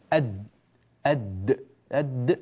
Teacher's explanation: لما قلت أنا أت فجئت بحرف التاء ومعه همس، إذا حبست هذا الهواء يصير دالا مباشرة، أد هذا تاء نفس التاء لكن ليس معه هواء منطلق، أما التاء فهواؤها منطلق، فلما انطلق الهواء سمعنا صوت التاء، لما انحبس الهواء سمعنا صوت الدال